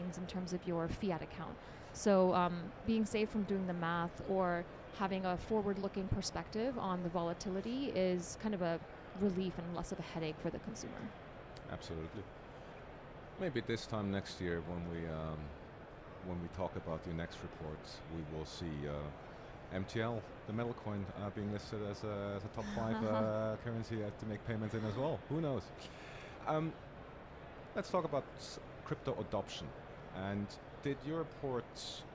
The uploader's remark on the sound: Recorded at Money 20/20 in October 2022.